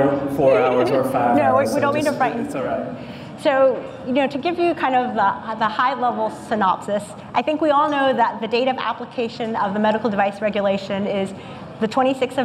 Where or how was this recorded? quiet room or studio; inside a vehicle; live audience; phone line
live audience